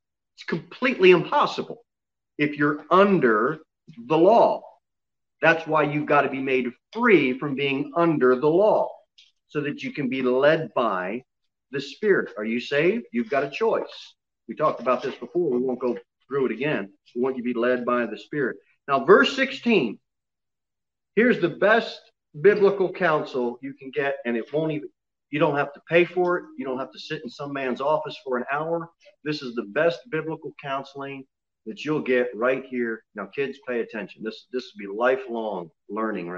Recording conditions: large echoing room